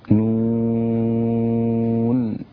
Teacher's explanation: هكذا نون، ويكون الضم خالصا امتداد طبيعي للواو. لا تقول نون هكذا، إنما نون ست حركات، 1 2 3 4 5 6، ولا تزد ولا تنقص.